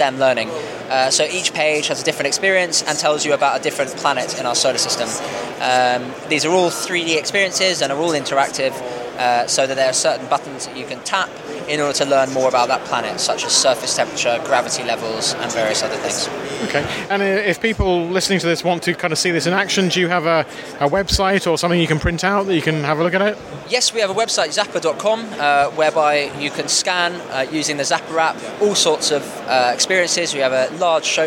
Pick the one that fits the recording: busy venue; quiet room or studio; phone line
busy venue